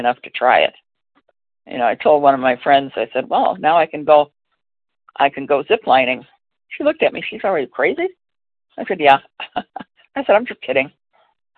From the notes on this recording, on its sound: from the 100 Pounders Phone Meeting